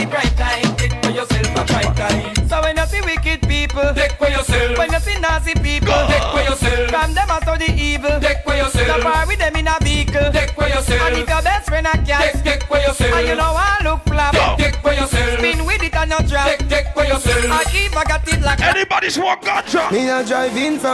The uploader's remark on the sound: Live audio recording of my birthday bash